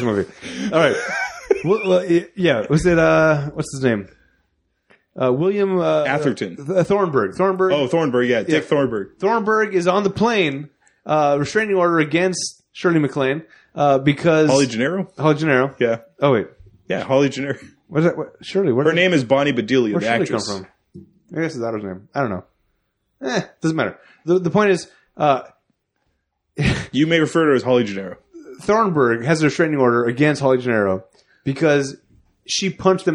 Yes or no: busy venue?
no